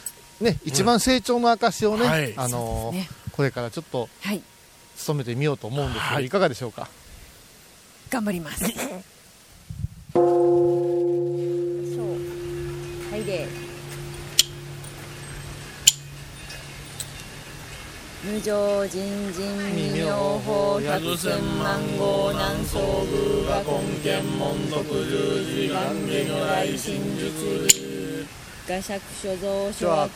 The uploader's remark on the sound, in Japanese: お礼参りに第一番札所、竺和山霊山寺に戻ってまいりました。今回は、四年前に霊山寺をお参りした時の音声も交えてお送りします。